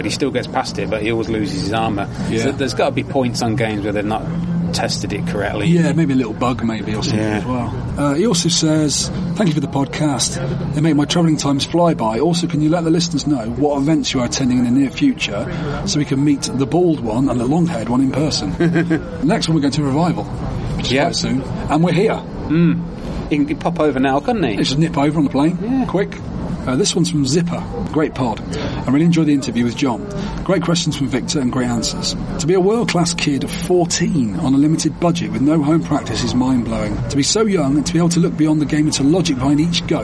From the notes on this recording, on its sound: Please excuse this show's recording (live from Eurocade). Was quite ill with coldy sore throaty problems.